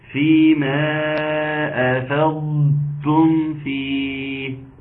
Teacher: انا بحاول ان انا اطول زمن الضاد شوية واعمل لها استطالة واجر الصوت فيها واقول تاني هو ده الوقت بتاعها وهو ده الزمن بتاعها. · Term: الاستطاله